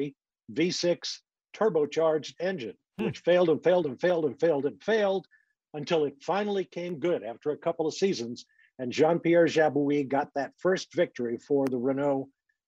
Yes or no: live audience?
no